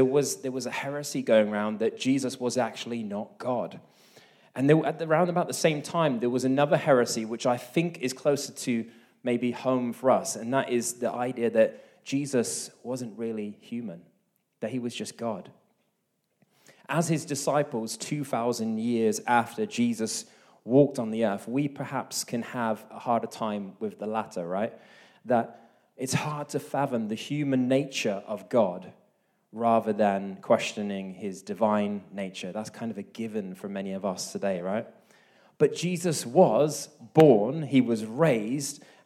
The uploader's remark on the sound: This message was recorded live at our Malmö Gathering on Sunday, April 2nd, 2023.